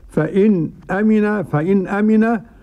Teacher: وقرأ خلف بالسكت والتحقيق